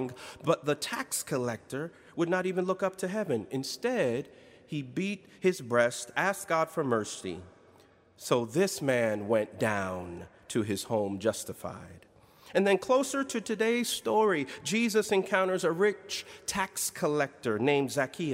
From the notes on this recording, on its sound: in Duke Chapel on April 14, 2019